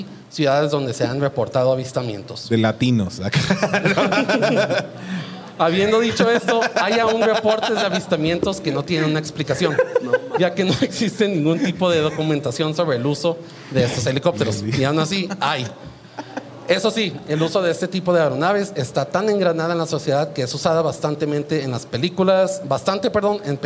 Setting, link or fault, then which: setting, live audience